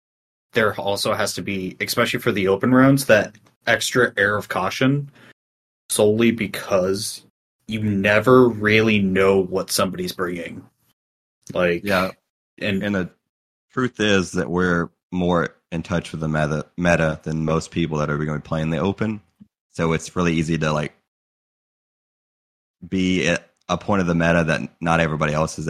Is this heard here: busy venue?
no